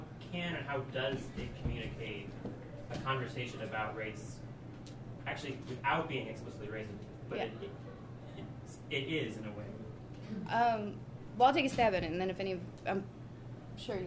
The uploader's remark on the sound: Recording of the May 4, 2016 launch of the fifth issue of The Funambulist Magazine 5 (May-June 2016).